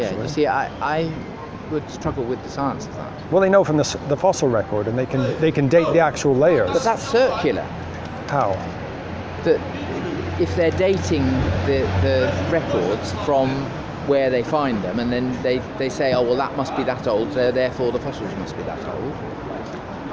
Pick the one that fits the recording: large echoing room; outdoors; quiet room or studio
outdoors